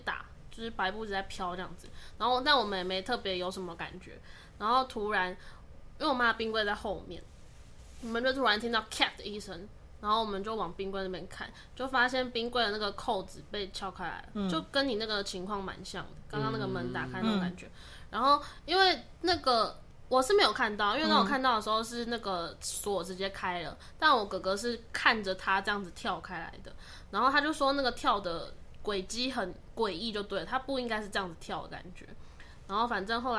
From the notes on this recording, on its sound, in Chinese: 錄製時現場有好兄弟加入，若有雜音可能他們也想分享，可惜沒有高科技儀器清晰解檔播出